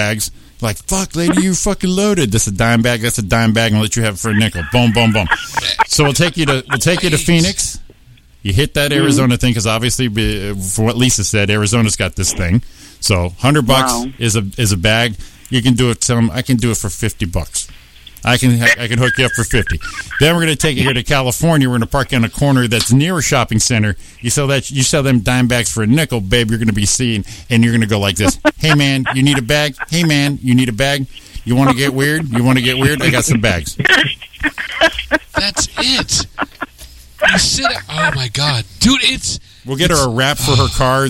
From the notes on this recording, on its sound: join us by phone